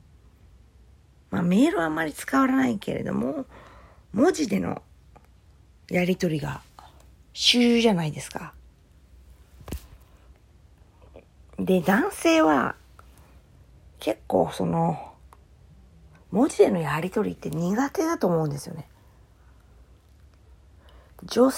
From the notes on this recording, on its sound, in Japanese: Androidタブレットで音が消えてたので、iPhoneでもう一度取り直しました。